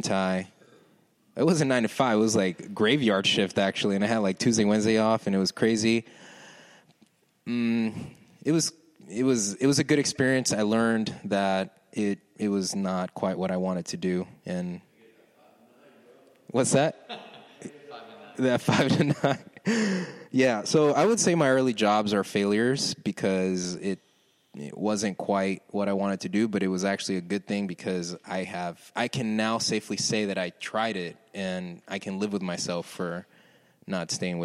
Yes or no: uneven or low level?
no